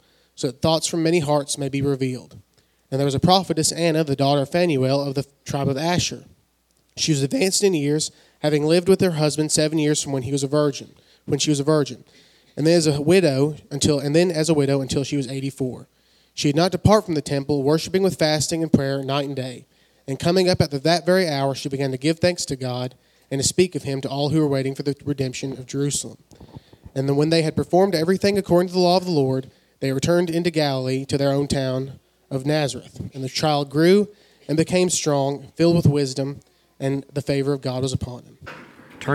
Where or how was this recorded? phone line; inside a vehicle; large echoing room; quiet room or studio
large echoing room